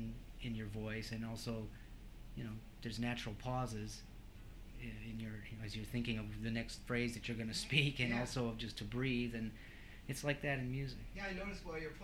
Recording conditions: background noise